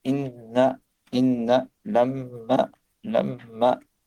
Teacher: Donc, au niveau du noun, avec shadda, non, tel que inna, ou mim, avec shadda, tel que lamma, lamma. Donc, et on voit bien dans inna, il y a un son qui sort du nez. · Term: La nasalisation